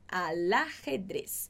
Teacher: Porque a próxima palavrinha começa com uma vogal. Então, você junta o L com o A.